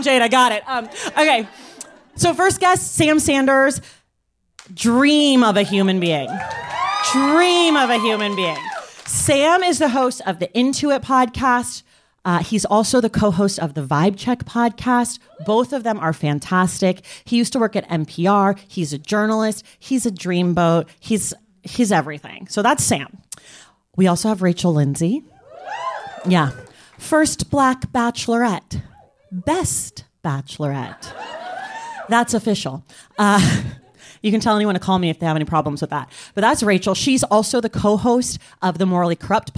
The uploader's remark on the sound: This edition of The Stacks Unabridged features audio from our Los Angeles stop on the Live in The Stacks tour.